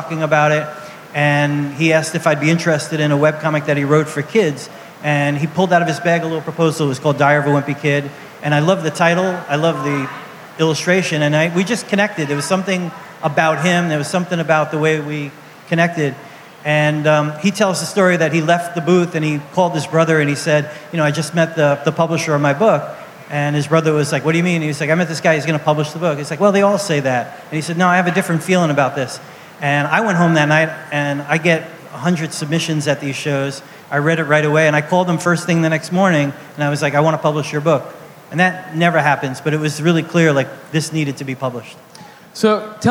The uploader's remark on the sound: Live from the Miami Book Fair. In a live show filmed during the Miami Book Fair.